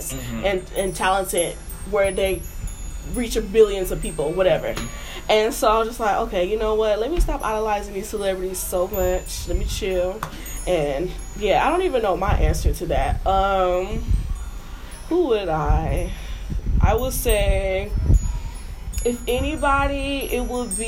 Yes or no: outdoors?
yes